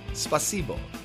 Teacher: I think the accent goes on the second syllable.